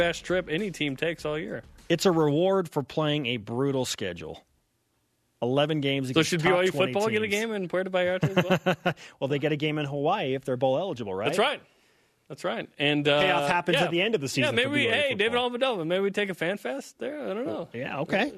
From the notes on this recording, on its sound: We go on the phone